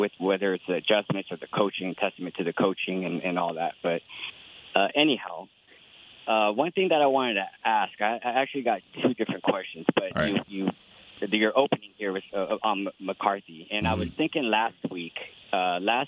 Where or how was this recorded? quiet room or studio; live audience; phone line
phone line